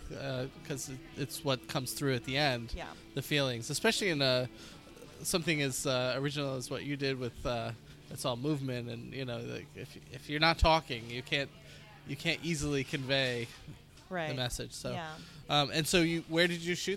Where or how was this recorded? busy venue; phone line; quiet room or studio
busy venue